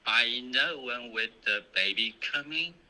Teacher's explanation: I know 不对，不是 uknow，这是个双元音。